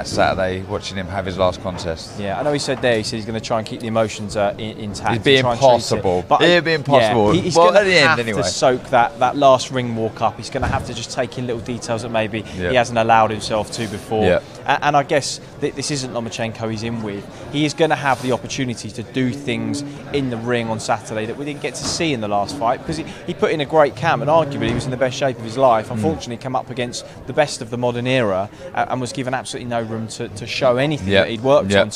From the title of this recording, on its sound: Press Conference